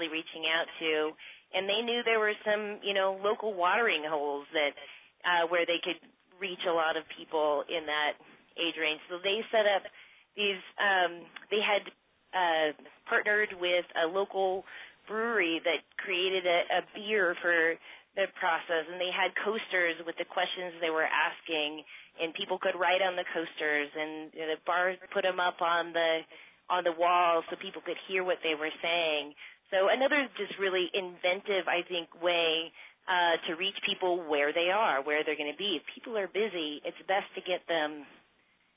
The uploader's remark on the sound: This call aired live on 8-13-15.